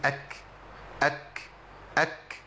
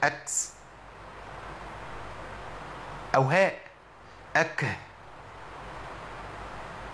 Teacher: لابد ليه من خروج نفس فقط، ما يطلعش صوت، نفس غير صوت · Shown in: first take · همس يعني جران النفس، طب لو انا حولته لصوت يبقى انا غيرت صفه وهبدل الحرف كمان بصوت مخالف لصوت الحرف الايه؟ · Term: الهمس